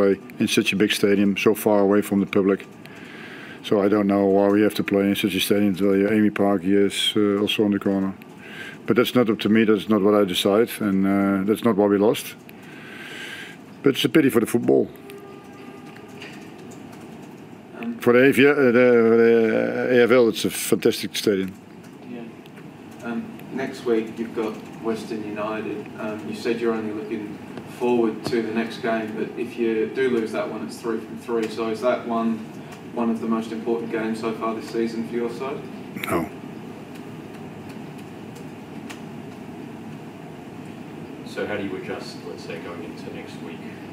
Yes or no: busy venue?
yes